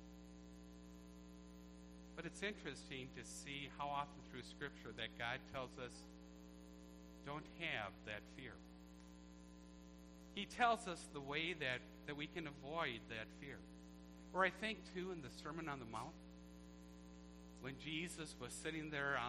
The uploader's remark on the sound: A thanksgiving service recorded at Living Water Lutheran Church, Oshkosh, WI.